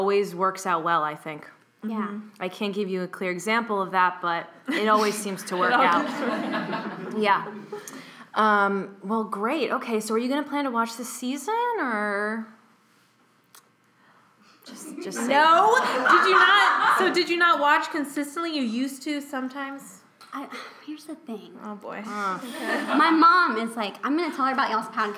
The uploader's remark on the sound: We're LIVE in NYC! Theatre68 NY Crew! The girls also make the audience join in on manifesting Carson Daly.